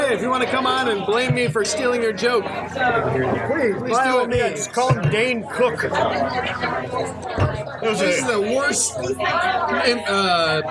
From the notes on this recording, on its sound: We are LIVE from Loughmillers in downtown Indianapolis on GENCON eve!